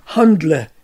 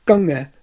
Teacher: Selbst das kurze A wird vor Nasalen dunkler gesprochen. Handle für handeln, gange für gegangen.